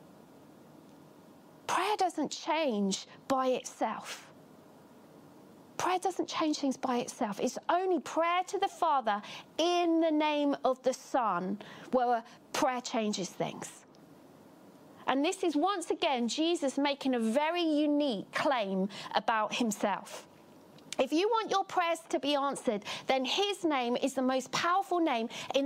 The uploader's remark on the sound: Catalyst Live Online Church Service.